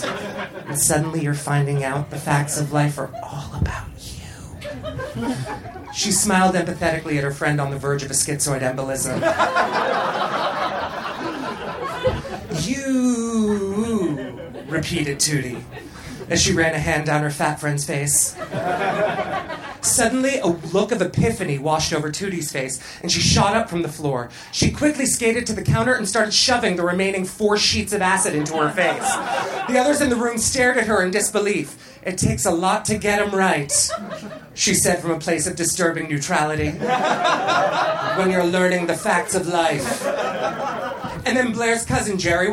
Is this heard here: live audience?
yes